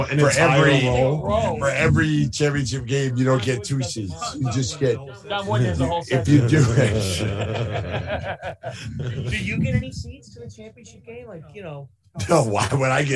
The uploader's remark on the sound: LIVE from the Superdome!